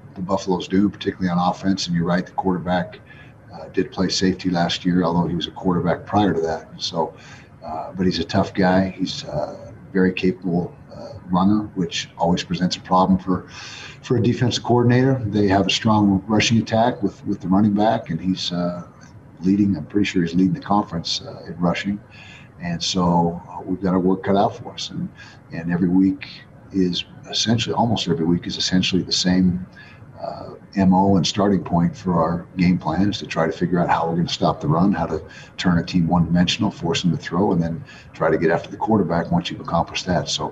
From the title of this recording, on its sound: Weekly Press Conference